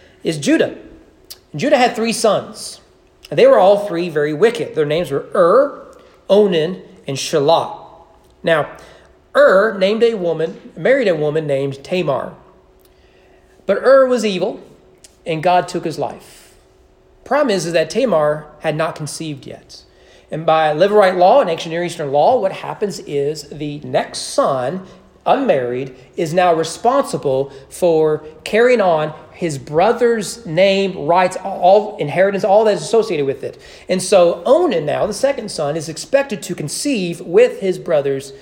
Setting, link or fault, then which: setting, large echoing room